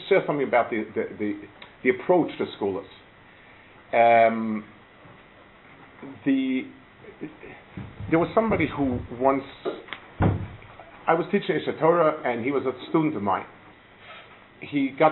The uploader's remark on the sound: Delivered at Gush